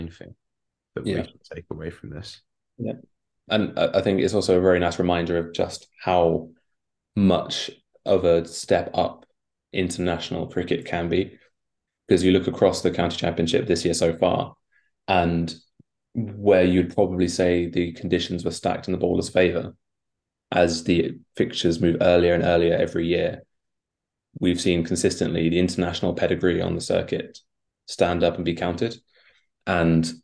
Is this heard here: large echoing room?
no